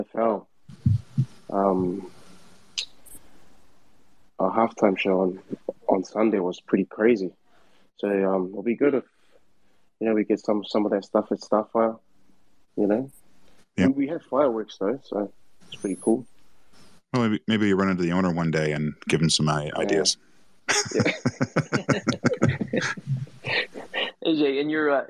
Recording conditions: video call